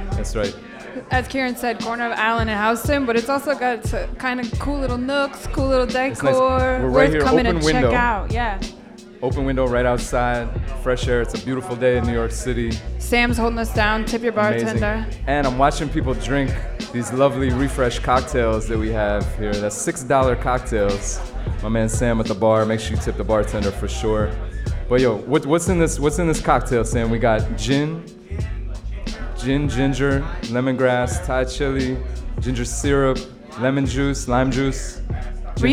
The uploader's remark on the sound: Originally broadcast live on June 6, 2016 from the storefront of The Late Late bar on Houston Street in New York City. Our relaunch from downtown.